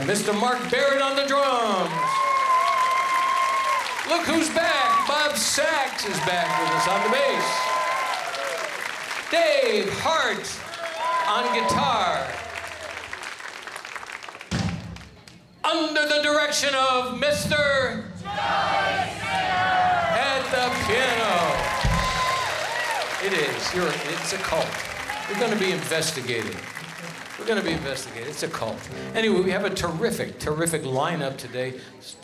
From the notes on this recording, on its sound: Live at the South Point Casino